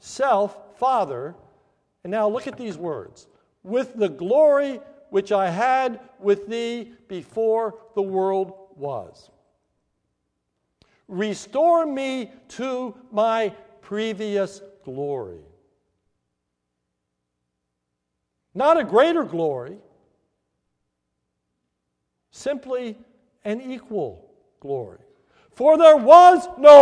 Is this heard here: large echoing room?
yes